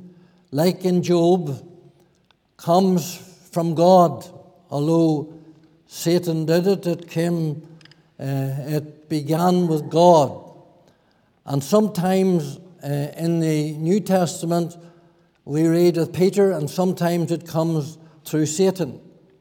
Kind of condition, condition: setting, large echoing room